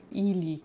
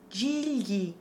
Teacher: The soft L sound in Russian is not the same as the palatal li that we come across in so many other languages. · Shown in: first take